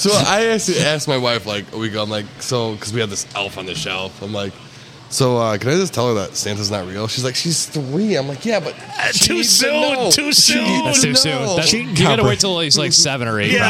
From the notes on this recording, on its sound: Recorded at the Stumble in Minden.